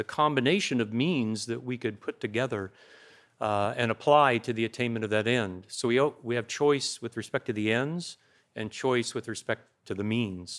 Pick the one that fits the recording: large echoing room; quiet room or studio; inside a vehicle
large echoing room